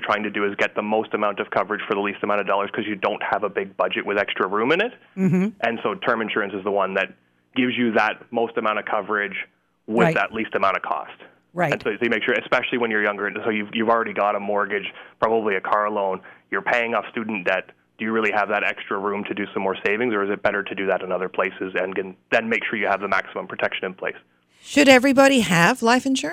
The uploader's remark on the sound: joins us by phone